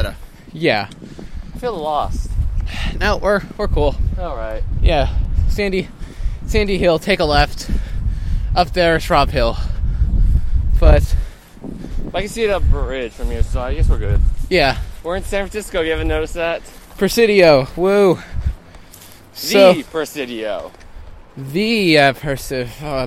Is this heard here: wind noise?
yes